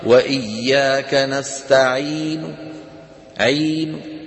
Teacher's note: مد بمقدار حركتين ولا يمد العرض السكون مع الروم